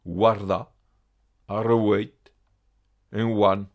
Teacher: GU devant A et GU tréma devant E se prononce souvent seulement W.